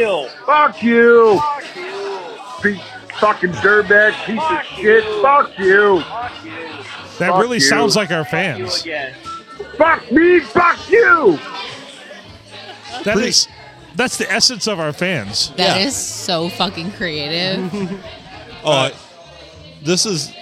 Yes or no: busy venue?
yes